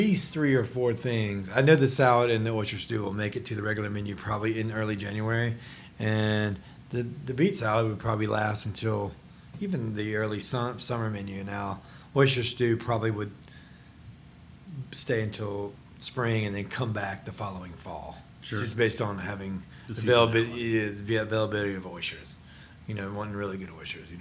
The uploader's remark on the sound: HRN On Tour was recording live at the James Beard House for a special evening.